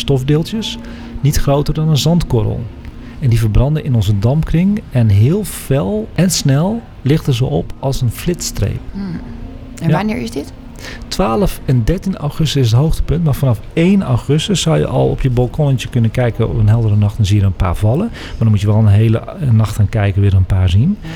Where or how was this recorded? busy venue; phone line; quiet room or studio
busy venue